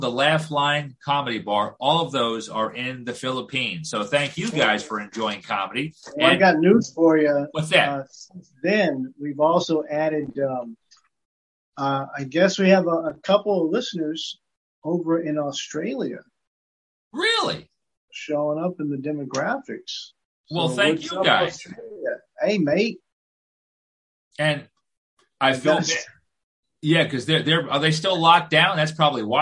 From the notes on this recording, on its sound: It's our first Zoom episode!